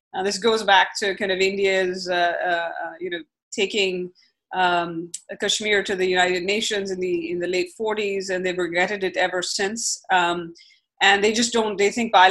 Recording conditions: video call